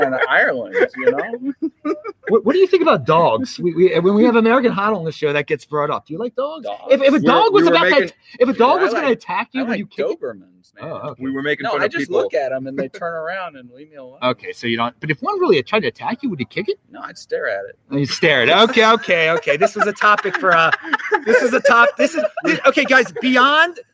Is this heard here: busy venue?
yes